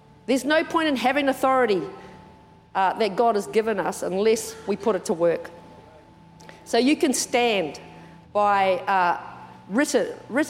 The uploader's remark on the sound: Recorded during our 9am service